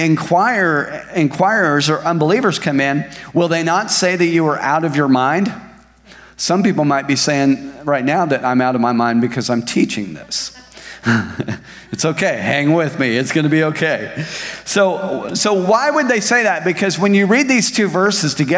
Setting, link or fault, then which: setting, large echoing room